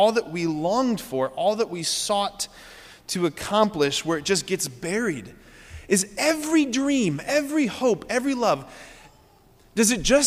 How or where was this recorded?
large echoing room